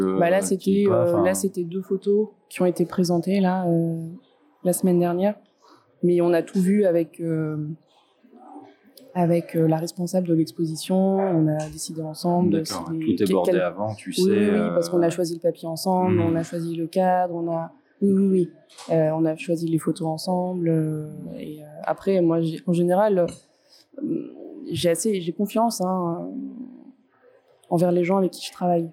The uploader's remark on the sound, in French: Enregistré au Centre Pompidou dans le cadre du Festival Hors Pistes.